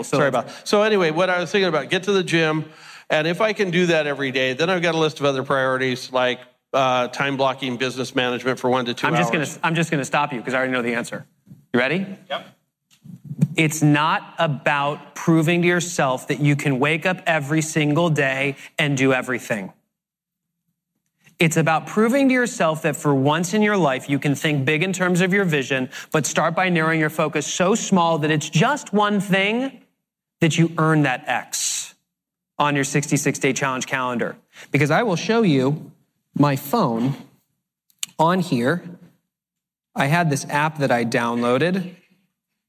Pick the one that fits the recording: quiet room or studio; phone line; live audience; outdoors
live audience